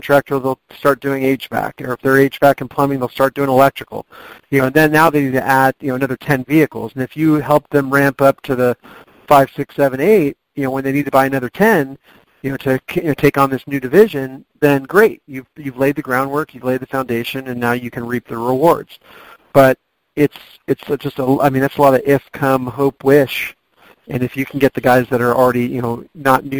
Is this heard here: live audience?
no